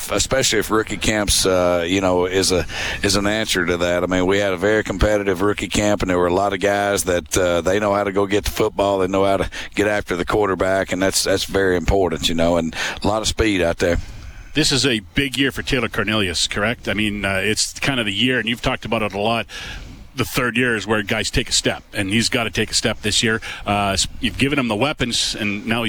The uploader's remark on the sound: LIVE from Commonwealth Stadium